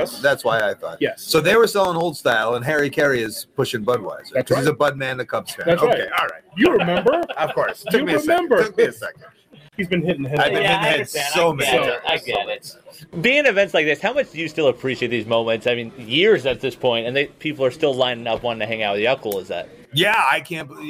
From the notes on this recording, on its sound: live from Starrcast in Chicago